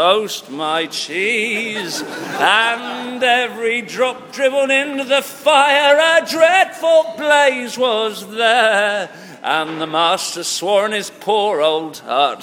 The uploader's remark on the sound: Live at Cheltenham Folk Festival. A bonus live track recorded last night at Cheltenham Folk Festival.